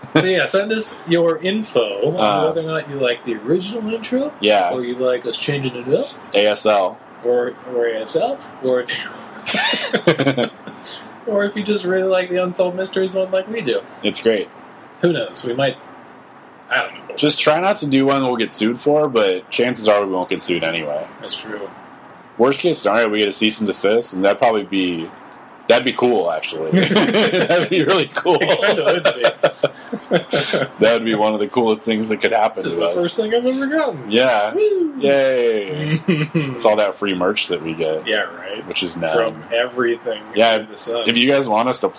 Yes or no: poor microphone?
yes